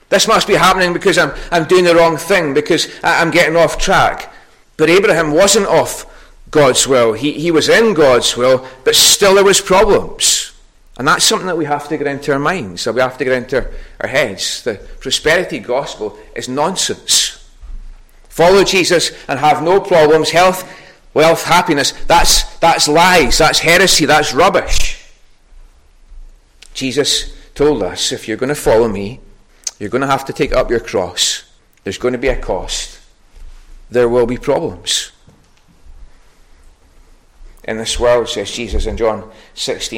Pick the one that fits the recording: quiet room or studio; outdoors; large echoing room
large echoing room